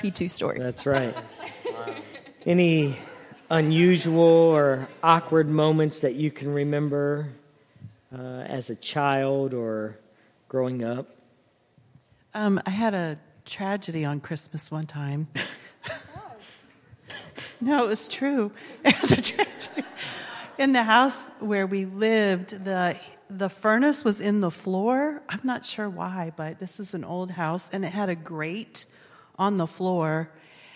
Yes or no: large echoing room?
yes